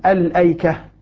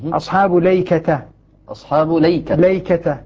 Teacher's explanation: الباقون اللام مفتوحة وبدون همزة · Shown in: second take · وبدون ومع الفتح.